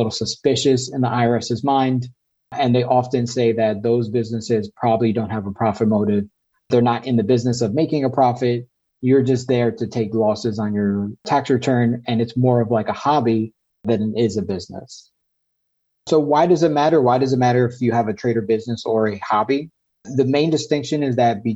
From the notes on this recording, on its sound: This episode is the audio version of a webinar.